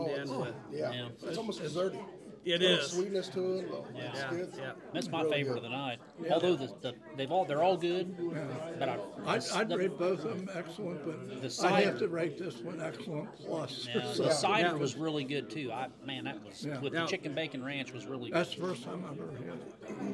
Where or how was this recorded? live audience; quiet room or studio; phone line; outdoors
live audience